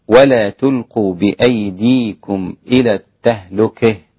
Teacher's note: إذا وقف عليها الإمام الكسائي وقف عليها بالإمالة